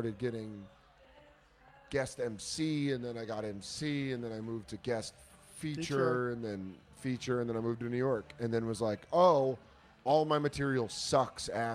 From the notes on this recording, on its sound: Live from Container Bar.